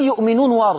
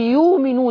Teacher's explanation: ورش يقول يؤمنون يقلبها حرف مد · Shown in: second take